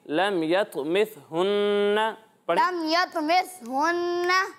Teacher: اس بات کا بھی خیال رکھنا ہے کہ سا میں سی ٹی کی آواز نہ آئے